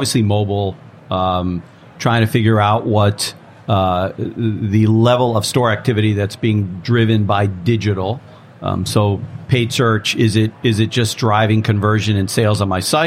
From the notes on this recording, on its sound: From the trade show floor at the Shop.org digital summit 2016.